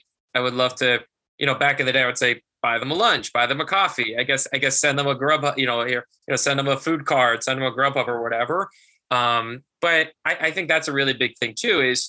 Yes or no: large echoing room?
no